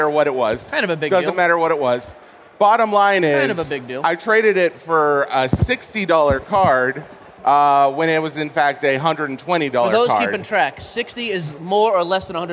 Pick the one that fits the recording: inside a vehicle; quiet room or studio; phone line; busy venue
busy venue